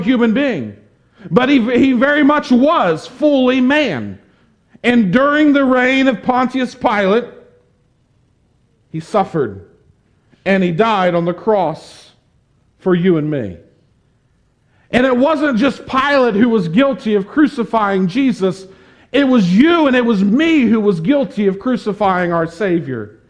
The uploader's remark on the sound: Preached this sermon on September 19, 2021 at the Tarrant Bible Methodist Church. Preached this sermon on September 19, 2021 at the Tarrant Bible Methodist Church.